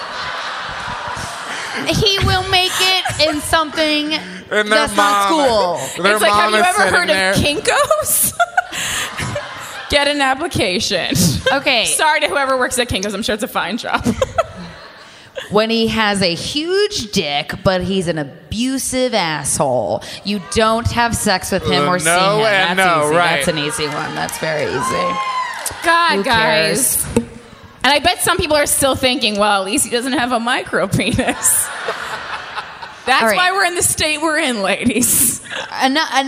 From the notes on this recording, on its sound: Live from Moontower Comedy Festival. Recorded live in Austin at the Moontower Comedy Festival.